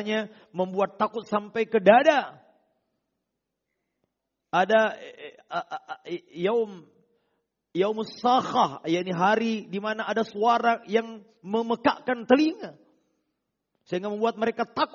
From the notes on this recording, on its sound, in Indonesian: Rekaman Audio Khutbah Jum'at